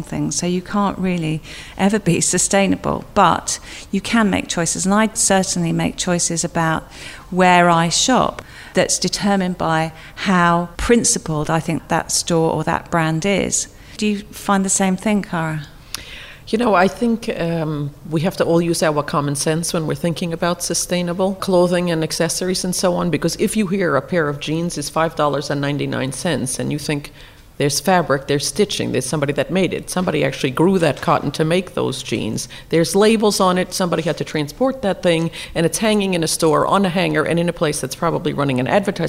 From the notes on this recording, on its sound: Recorded in the Knightsbridge store of Harvey Nichols